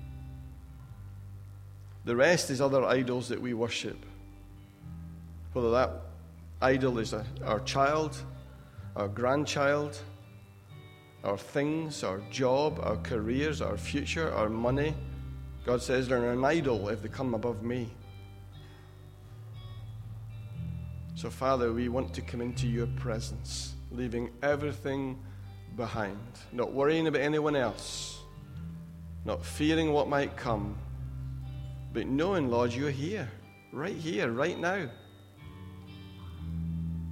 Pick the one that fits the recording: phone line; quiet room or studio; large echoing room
large echoing room